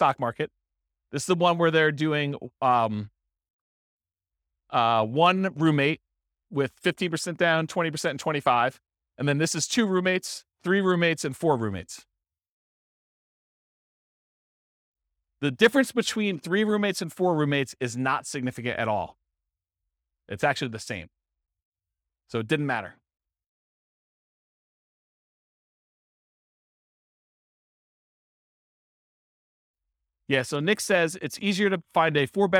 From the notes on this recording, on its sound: This was a live class recorded